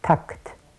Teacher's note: dann kommt zunächst das anlautende T mit einer Länge von ungefähr 30, 40 Millisekunden